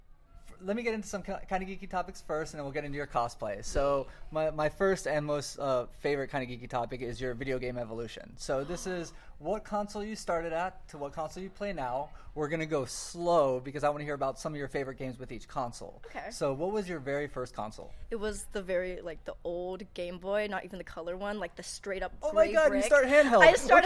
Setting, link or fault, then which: setting, busy venue